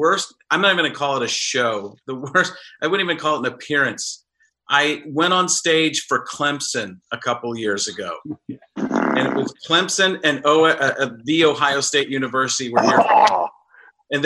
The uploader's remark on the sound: head to the Zoom app